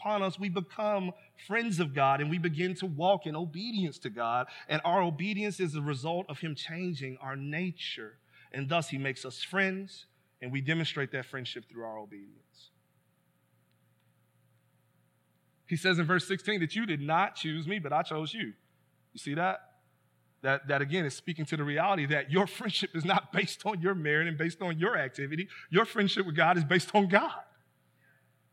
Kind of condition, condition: setting, large echoing room